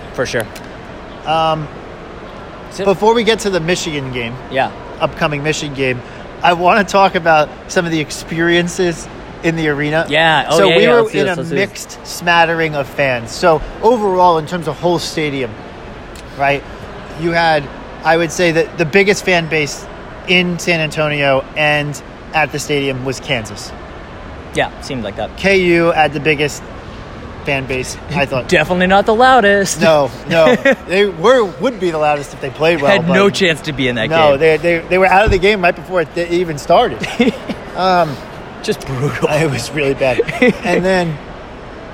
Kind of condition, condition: fault, background noise